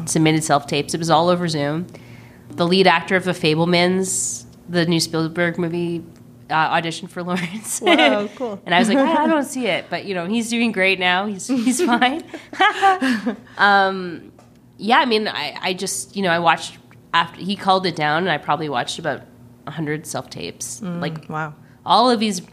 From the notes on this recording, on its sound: onsite at the Calgary International Film Festival